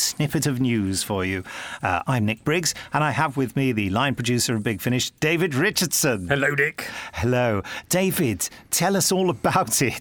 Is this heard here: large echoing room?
no